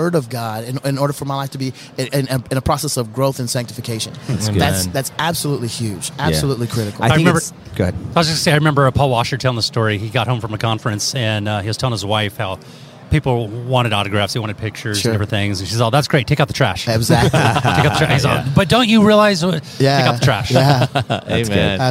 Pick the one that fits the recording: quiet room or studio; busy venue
busy venue